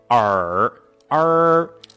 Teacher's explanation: 我们的舌位要卷舌，往里边儿吞的感觉